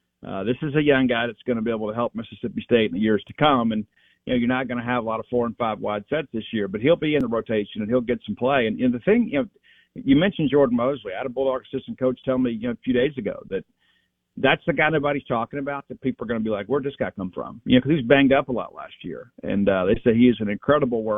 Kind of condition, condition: link, phone line